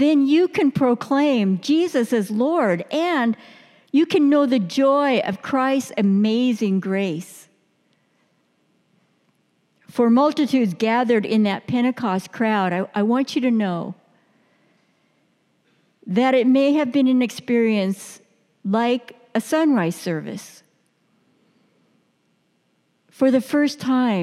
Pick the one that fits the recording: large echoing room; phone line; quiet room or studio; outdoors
large echoing room